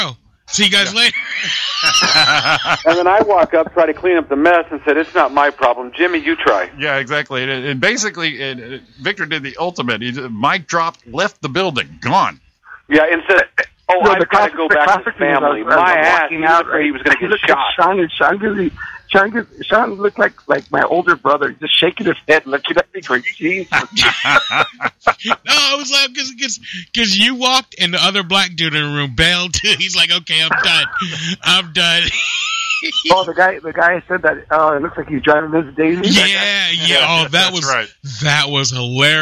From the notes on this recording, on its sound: Joins us on the phone. Chat on the phone with our pals.